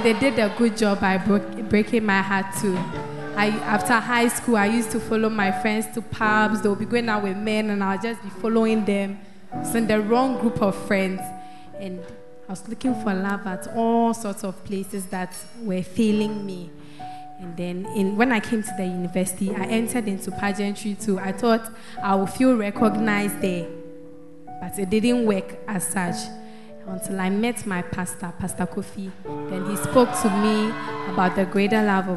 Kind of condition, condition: setting, large echoing room